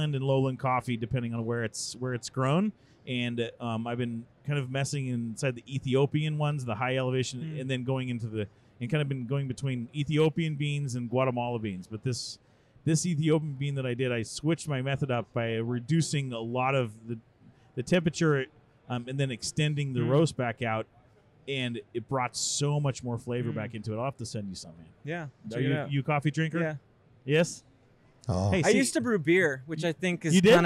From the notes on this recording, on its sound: AIA 2019 Interview. Live from AIA 2019 our first interview is in the books.